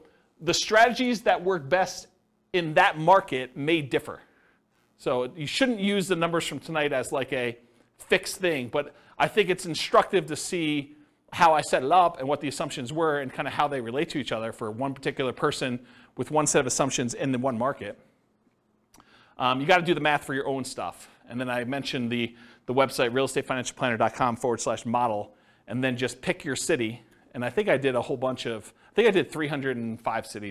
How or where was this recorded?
live audience